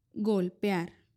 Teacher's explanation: La palabra golpear también es un hiato, como sabemos, porque la E y la A se pronuncian de formas separadas